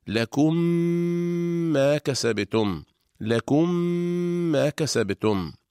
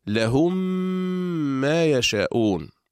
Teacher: تدغم الميم الأولى الساكنة في الميم الثانية المتحركة، فتصبح ميما واحدة مشددة تحتاج إلى غنة طويلة. إذن تنطبق الشفتان على الميمين إطباقة واحدة، فنطبق على ميم ساكنة ونفتح الشفتين على ميم متحركة مع ملاحظة الغنة هكذا: لكم ما كسبتم، لكم ما كسبتم. · Term: الإدغام